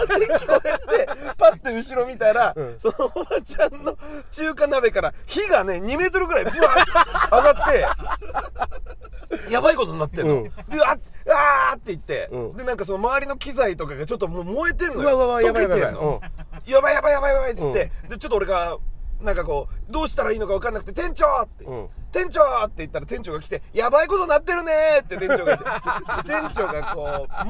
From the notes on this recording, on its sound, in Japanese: せっかくなので、以前の収録場所“木場”から、ＴＢＳラジオがある“赤坂”まで向かう車中でも収録することにしました。TBSラジオのスタジオで渾身のタイトルコール。